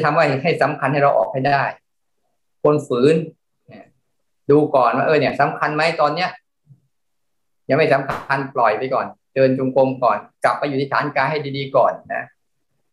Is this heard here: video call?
yes